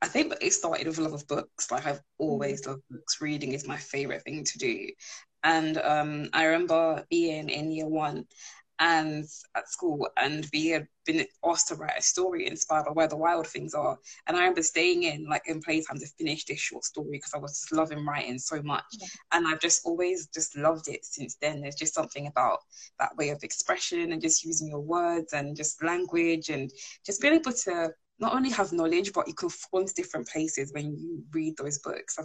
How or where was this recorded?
video call